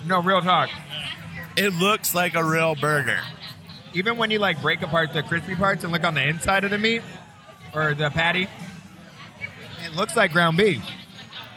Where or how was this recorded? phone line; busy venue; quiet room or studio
busy venue